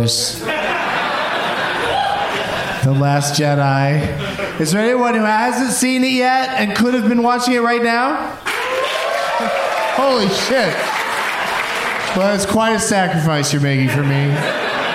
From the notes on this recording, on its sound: Live from The Secret Group in Houston